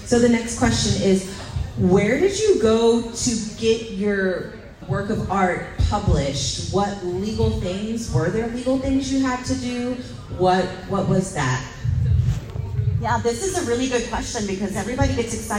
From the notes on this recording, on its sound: LIVE from the Houston Hotties Social Hour Panel